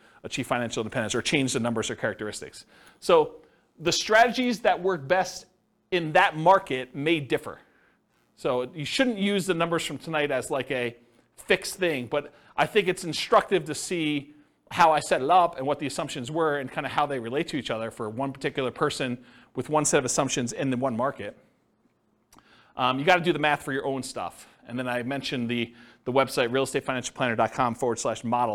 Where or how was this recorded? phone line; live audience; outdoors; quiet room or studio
live audience